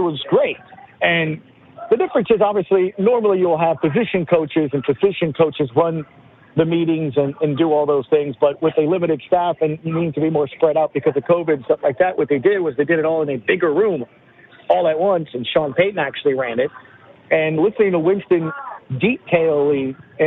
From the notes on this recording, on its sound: heated phone calls from listeners